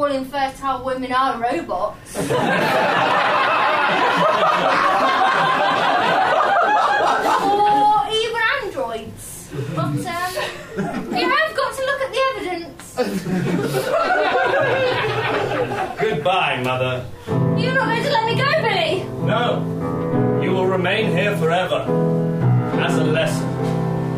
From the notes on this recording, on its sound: Recorded at the Leicester Square Theatre, London, in February 2011.